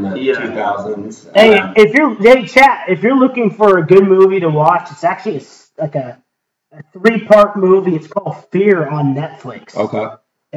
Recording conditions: poor sound quality